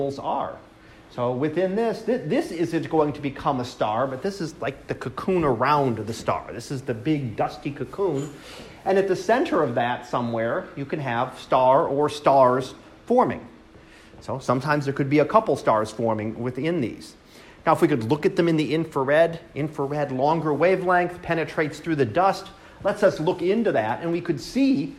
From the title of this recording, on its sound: Live Class Lecture